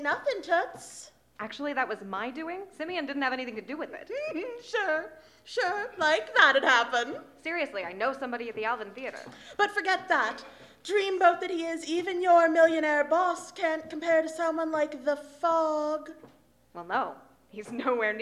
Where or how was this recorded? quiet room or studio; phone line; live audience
live audience